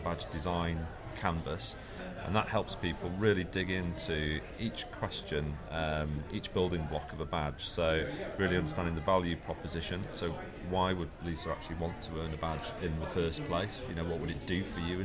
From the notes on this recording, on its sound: This interview was recorded at Mozilla Festival London 2013 for the #Airtime live event radio.